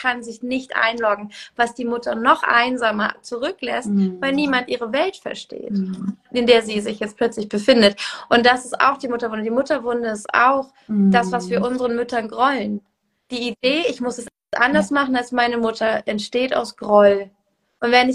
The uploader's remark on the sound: INSTA LIVE